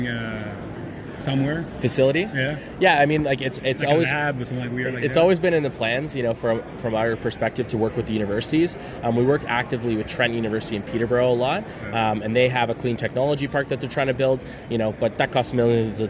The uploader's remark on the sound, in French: Nous sommes au Canadian Brewing Awards Conference à Halifax. Entrevue en anglais.